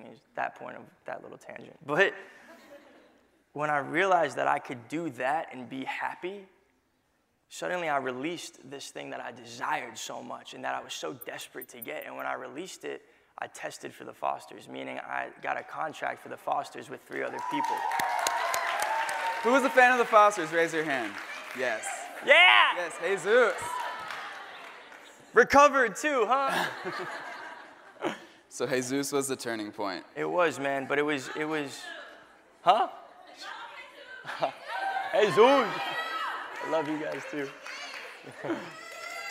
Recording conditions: live audience